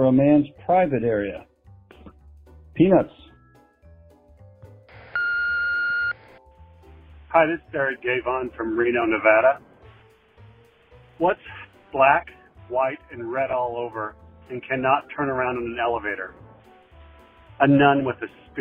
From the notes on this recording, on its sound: I have compiled jokes recorded by our listeners through my voicemail service over the past fortnight.